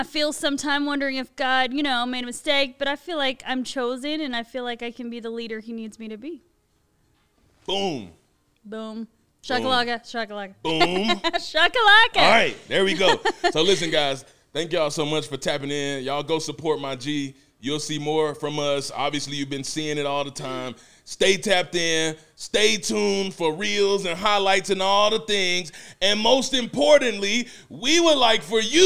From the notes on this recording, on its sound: A special episode live from EYA Denver 23!